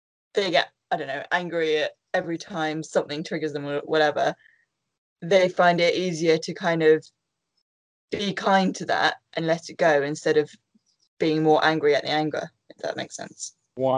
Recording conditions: video call